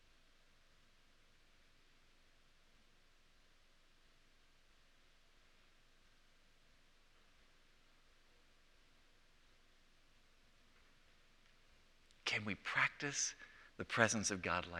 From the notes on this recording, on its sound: presented by Asbury Seminary Kentucky Chapel, recorded on Wednesday, November 29, 2023 at Asbury Theological Seminary's Kentucky campus